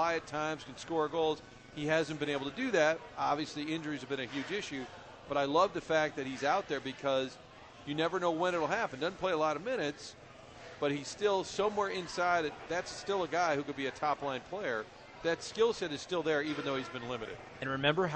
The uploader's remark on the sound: broadcasting live from the Social Bar and Grill